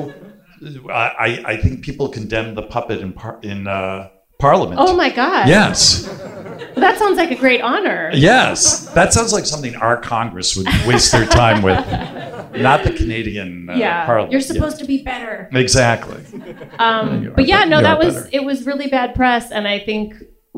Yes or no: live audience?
yes